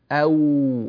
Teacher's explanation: استخدمنا الشفتين معا باستدارة وليس بانطباق · Term: الواو